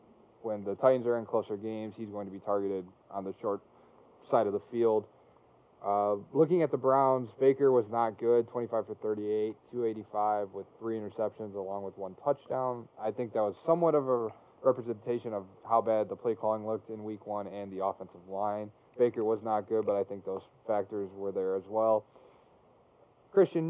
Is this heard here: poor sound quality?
yes